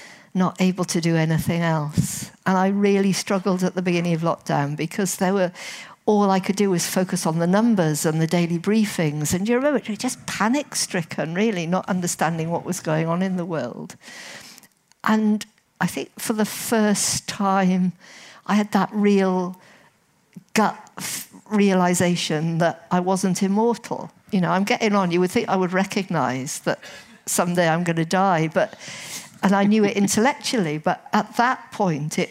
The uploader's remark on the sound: Recorded live at the Theakston Old Peculier Crime Writing Festival 2023.